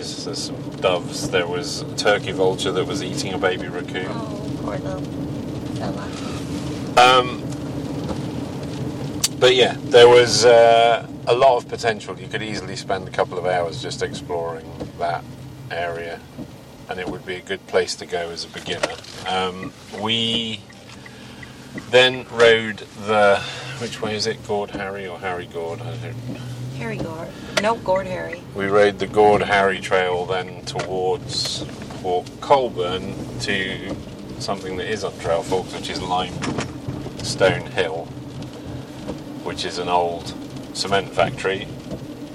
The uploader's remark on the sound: We recorded this in the car in the rain so you may hear some noises.